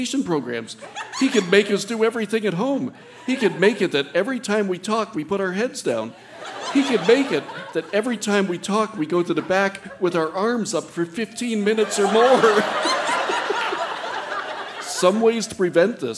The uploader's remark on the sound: Recorded live at the Park Theatre in Winnipeg, MB.